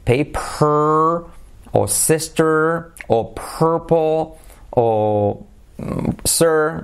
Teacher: Paper, o sister, o purple, o sir, son I, E, U, pero claro, la R es tan potente que hace que suenen como una schwa